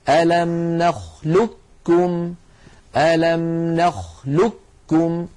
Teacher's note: إدغاما كاملا مستكمل التشديد، يكون النطق فيه بكاف مشددة